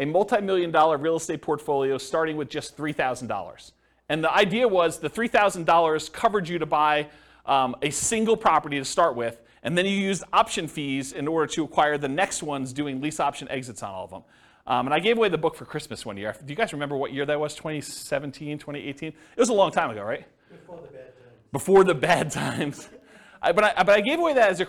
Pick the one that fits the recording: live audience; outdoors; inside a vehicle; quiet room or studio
live audience